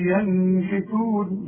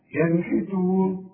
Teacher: والنون ساكنة عليها السكون، ما تغنش · Shown in: second take · ما تقولش ينحتون، لا، ينحتون. · Term: اظهار